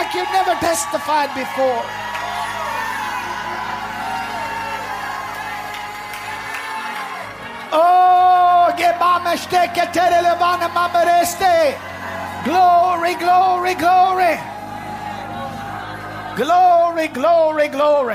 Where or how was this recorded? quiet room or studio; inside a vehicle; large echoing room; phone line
large echoing room